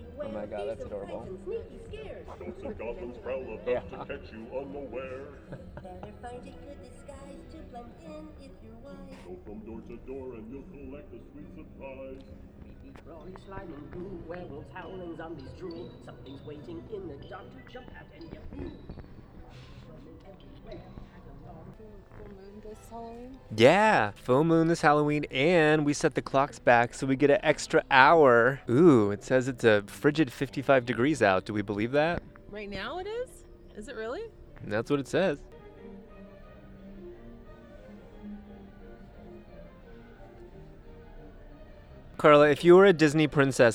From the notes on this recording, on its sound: Report live from Nights of the Jack: A Drive-Thru Halloween (s)Experience.